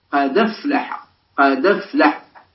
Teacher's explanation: إذن فيقال أو يقرأ قد أفلح بالنقل. تنقل حركة الهمزة وهي الفتح إلى دال قد، وتسقط الهمزة فيبقى اللفظ بدال، بدال مفتوحة، دال قد بدال مفتوحة بعدها فاء ساكنة، بعدها فاء ساكنة.